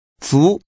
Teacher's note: The tone is rising.